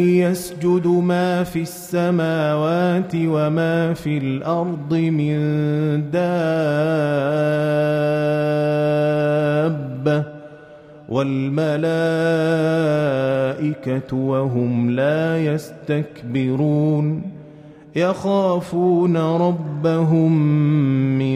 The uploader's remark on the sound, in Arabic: مسجل من صلاة التراويح بمسجد السلام بحي مشرفة بجدة.